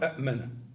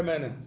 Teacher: بيحصل إبدال للهمزة الثانية من جنس حركة الأولى · Shown in: second take